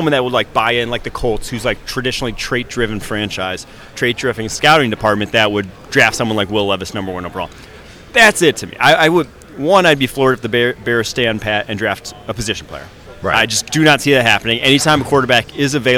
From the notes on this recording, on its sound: live from the 2023 NFL Combine